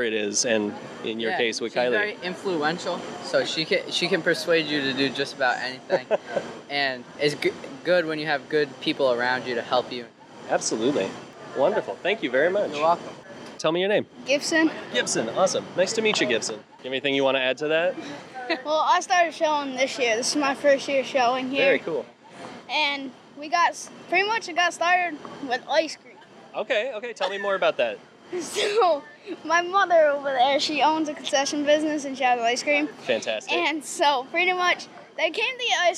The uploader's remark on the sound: In this outtake from our episode recorded at the Washington County Fair.